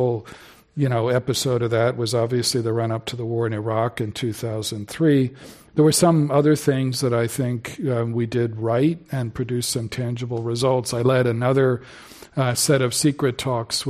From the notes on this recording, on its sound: This program was recorded in front of a live audience at The Commonwealth Club in San Francisco.